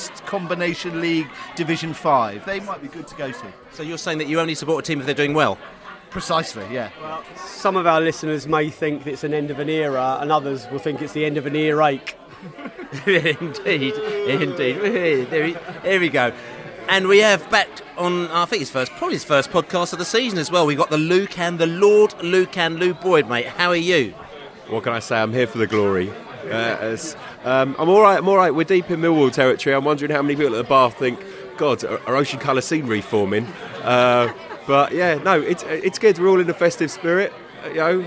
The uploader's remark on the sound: Burton Albion Pre-Match Podcast From the Pub.